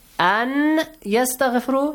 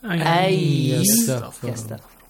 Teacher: So, A is joined to Ya. Nun is omitted here. You double Ya here. · Shown in: second take · An yastaghfiru changes to ay yastaghfiru. · Term: Idgham